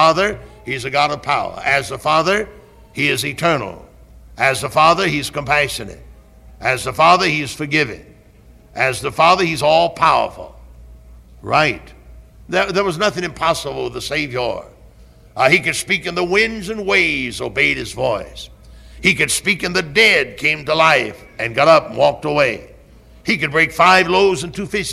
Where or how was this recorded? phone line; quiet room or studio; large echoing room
large echoing room